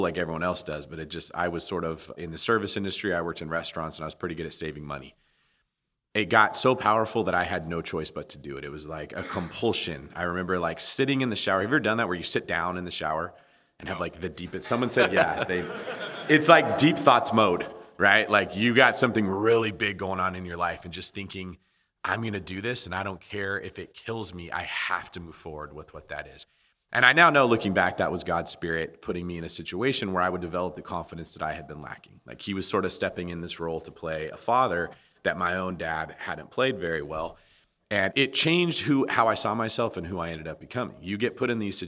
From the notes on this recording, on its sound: recorded in front of a live audience